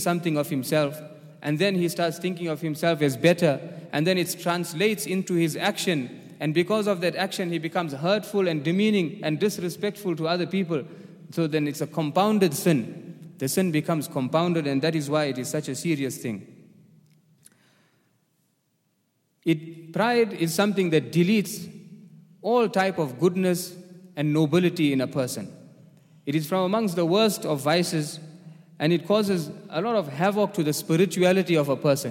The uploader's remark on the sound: at the Houghton Masjid (West Street)